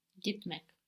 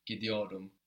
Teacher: the T softens to a D with that vowel · Shown in: second take